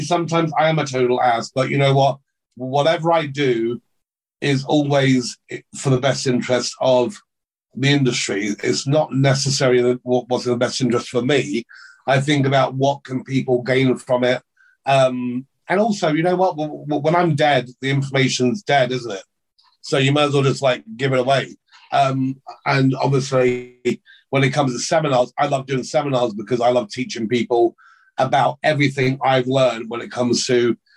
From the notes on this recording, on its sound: our zoom interview